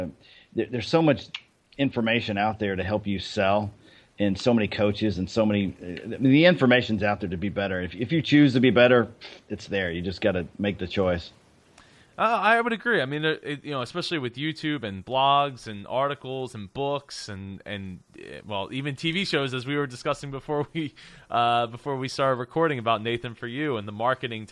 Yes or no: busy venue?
no